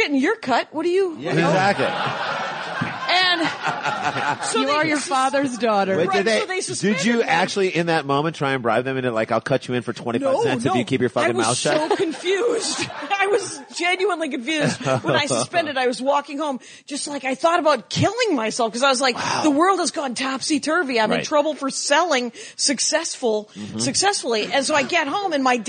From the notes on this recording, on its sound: Live from Austin, TX Moontower Comedy Fest